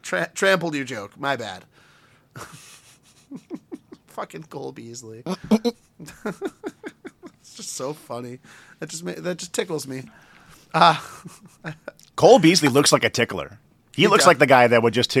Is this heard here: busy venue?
no